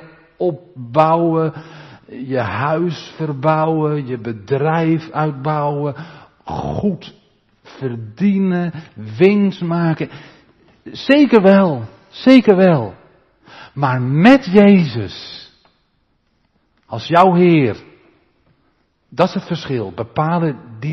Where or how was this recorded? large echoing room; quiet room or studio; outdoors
large echoing room